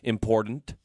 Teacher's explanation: the word important would be pronounced important, yeah, with a D in there · Term: missing T's